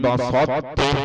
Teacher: صفة الطاء بقت، لأن التاء حرف رخو، حرف ضعيف، الطاء حرف مطبق قوي، فلم يتحمل إدخال الطاء كاملة في التاء، بقى ماذا؟ · Term: إدغام المتجانسين